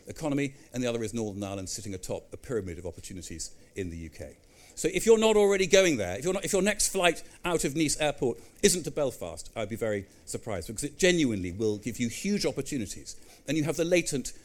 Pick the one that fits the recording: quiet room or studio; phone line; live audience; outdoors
live audience